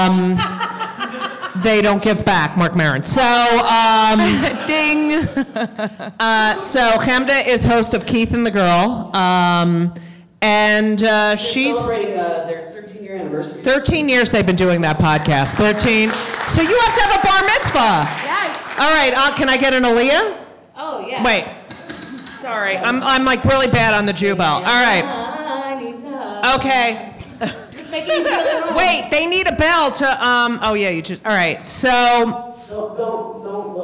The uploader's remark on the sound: LIVE at NYC Podfest